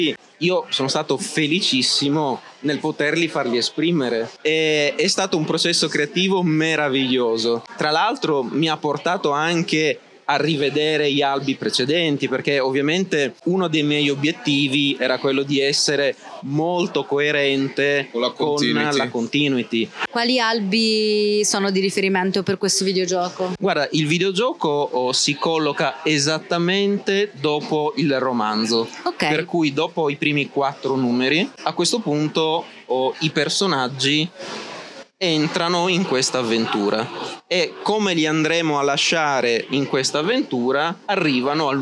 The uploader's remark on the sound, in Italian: A Lucca Comics 2023 ci siamo fatti raccontare